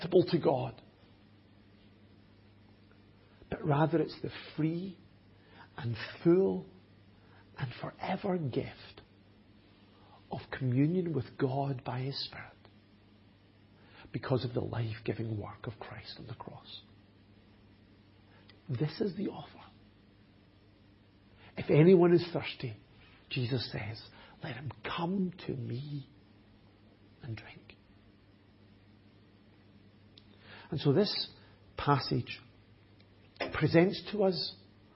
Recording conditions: large echoing room